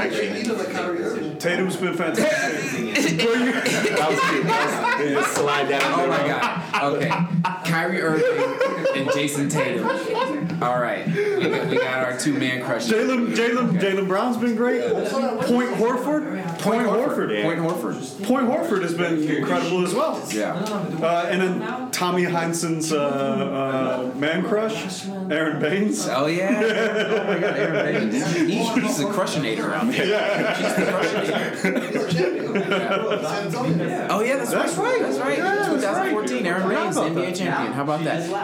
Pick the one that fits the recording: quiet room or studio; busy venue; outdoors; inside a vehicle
busy venue